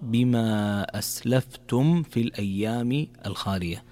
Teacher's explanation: من الأخطاء الشائعة تقرأ أسلفتم في الأيام الخالية، لكن عندنا هنا حكم من أحكام الميم الساكنة وهو الإظهار الشفوي، فإذا جاءت عندنا ميم ساكنة وبعدها حرف الفاء يكون الحكم هنا إظهار، فتظهر من غير إضغام، فما تقرأ أسلفتم في الأيام، تقرأ بما أسلفتم في الأيام الخالية.